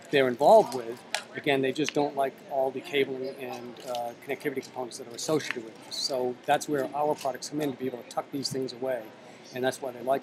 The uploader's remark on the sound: Our last WAVEcast live from the show floor of InfoComm 2013.